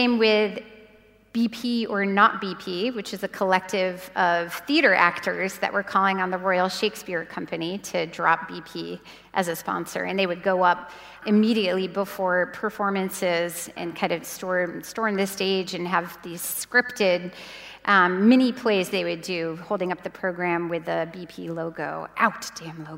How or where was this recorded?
live audience